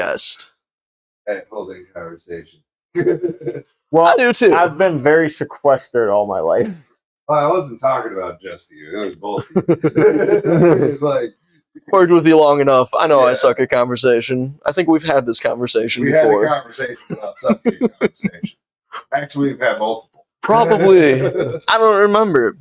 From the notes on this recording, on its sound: Technical Difficulties.